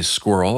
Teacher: So this combines a few tricky things. One is the relatively unusual cluster at the beginning, which is the squa. It's a s sound plus a k sound plus a w sound. And then in the middle, there's actually a vowel.